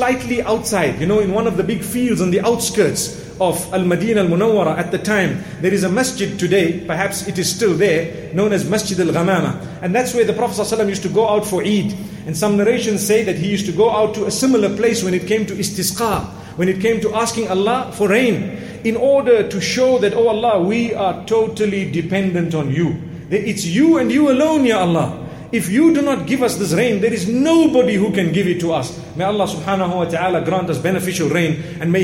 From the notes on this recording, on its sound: Jumuah Lecture from masjid Al Falaah Harare, Zimbabwe.